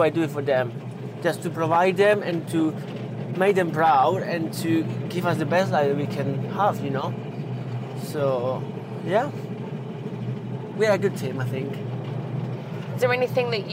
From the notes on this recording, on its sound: A beautifully restored 1964 VW Samba Bus for the drive around the Manchester Arena, Hits Radio, Bury Golf Club and Bury Cemetery. Given its vintage, the Samba is a little noisy at times; but what she lacks in sound proofing, she makes up for in style!